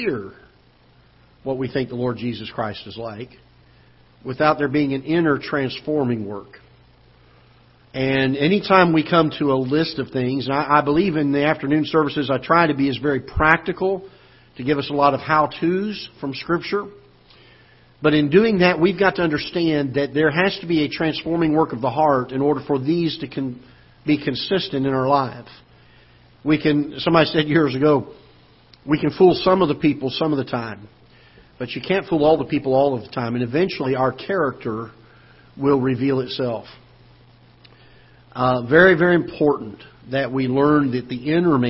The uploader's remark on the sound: Ketha Heights Baptist Church ~ Live Broadcast